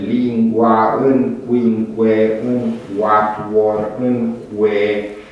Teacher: o articulare principală guturală și un apendice labial, un U consonantic · Term: labiul velar